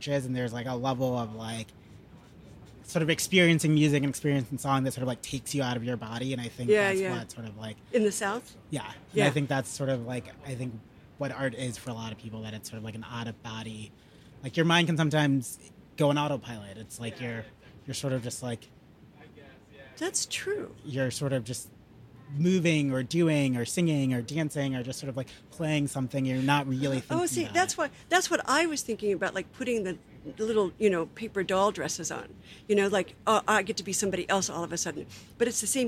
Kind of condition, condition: setting, outdoors